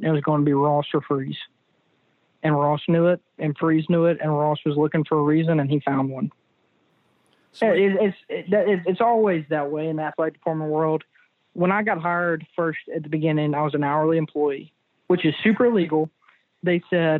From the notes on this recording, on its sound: joined on the Modern Woodmen phone line